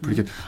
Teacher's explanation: It's just that there's a clipped kind of t.